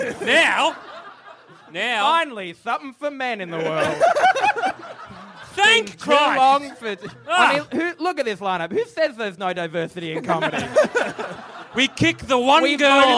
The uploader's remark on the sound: Live from MICF. Live from the Melbourne International Comedy Fest.